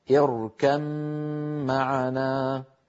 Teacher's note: اركم معنا كما نراها أمامنا، نجد بأن الباء مجردة من السكون والميم في معنى عليها شدة، فمعنى هذا أن الباء قد أدغمت في الميم فصار النطق بميم مشددة، اركم معنا.